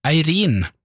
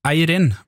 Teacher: så mener hun at jeg skulle si Eirin med trykk på første stavelse · Shown in: second take